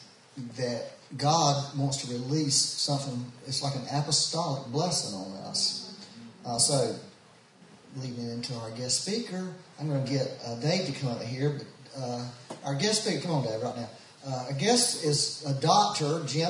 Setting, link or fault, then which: fault, poor sound quality